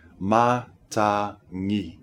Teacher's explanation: Don't forget that the G in matangi has the ng sound. Ma-ta-ngi. It's not matangi, it's matangi.